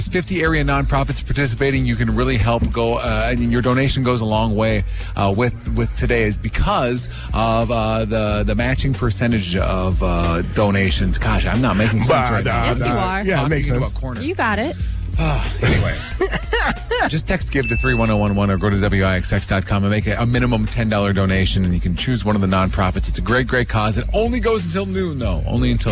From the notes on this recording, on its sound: LIVE from Give Big Green Bay at JTV!